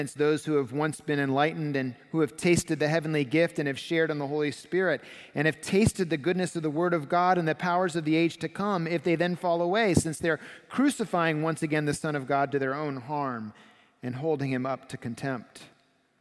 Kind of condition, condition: setting, large echoing room